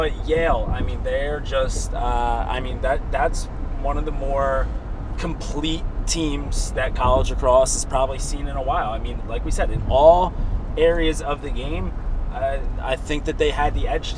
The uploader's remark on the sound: The boys hit the mics on the car ride home from Gillette